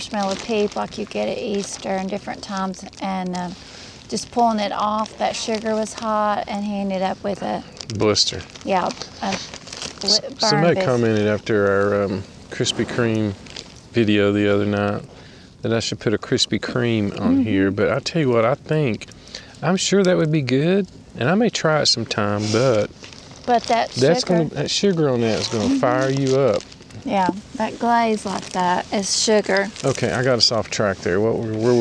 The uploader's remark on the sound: Fireside chat from Norris Dam State Park